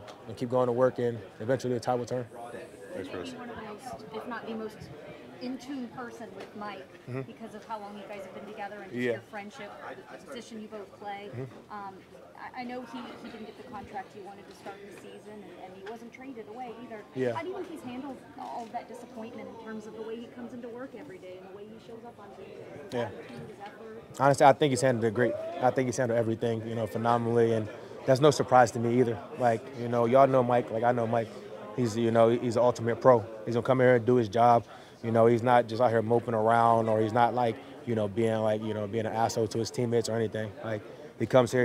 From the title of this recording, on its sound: Press Conference